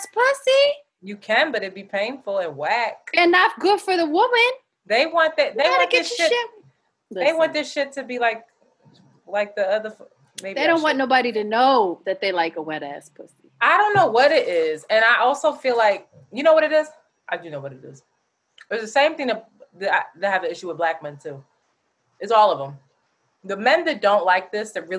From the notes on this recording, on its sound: The audio quality is not the greatest because we had to use a zoom meeting to record.